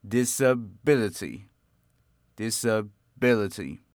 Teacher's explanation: So disability is a combination of dis and ability. So the same as ability, the stress should be on the sound B.